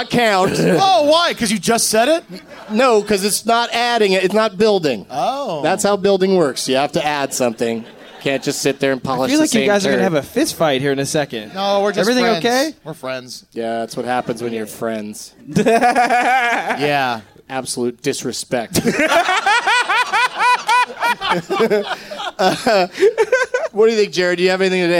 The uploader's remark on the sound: Live from The Comedy Attic in Bloomington,